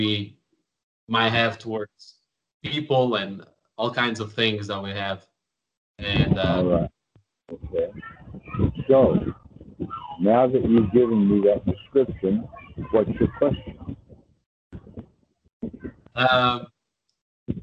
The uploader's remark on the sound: skype calls on this channel